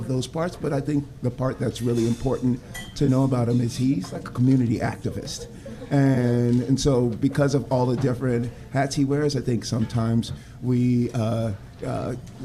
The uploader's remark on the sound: Live from Willalby's! Is on location at Willalby's on Willy Street, for a year-in-review with special guests.